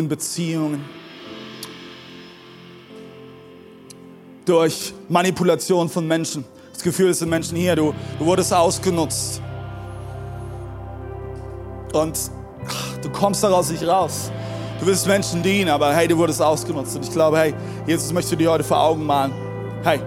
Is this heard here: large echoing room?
yes